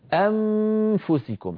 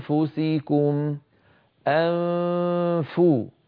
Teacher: استبدلت الشفة العليا بالأسنان العليا وقفلتها على الشفة السفلى فصار الصوت كالميم